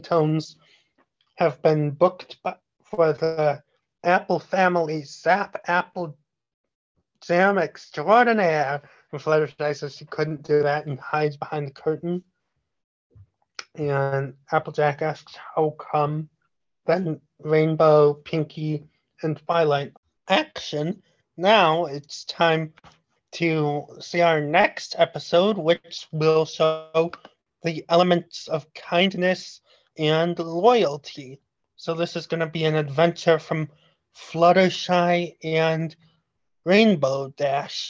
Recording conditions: video call